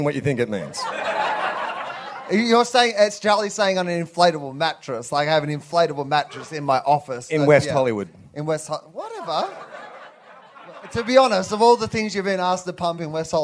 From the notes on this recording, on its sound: Recorded in front of a live audience at the LA Podcast Festival 2014.